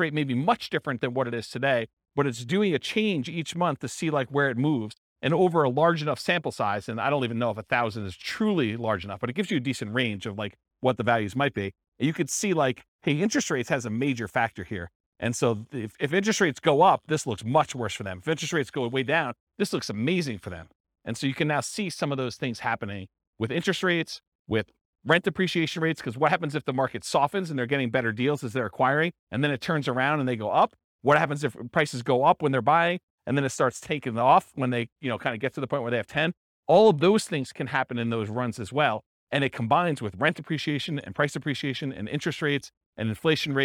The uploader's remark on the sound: This was a live class recorded.